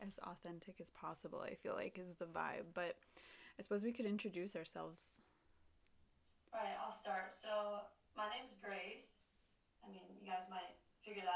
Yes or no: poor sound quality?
yes